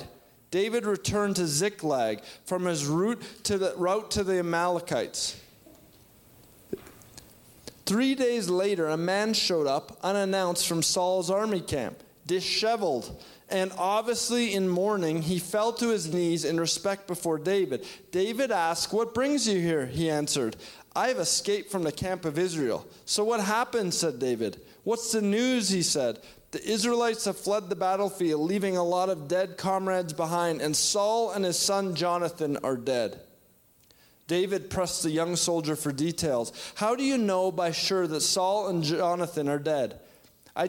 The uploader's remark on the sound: shares a word at our September 2021 Resurgence Edmonton Gathering